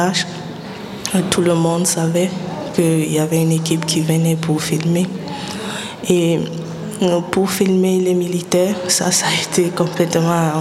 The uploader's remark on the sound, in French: En direct du festival Black Movie